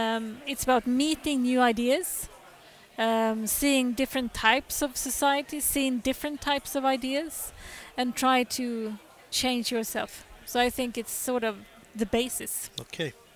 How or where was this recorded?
live audience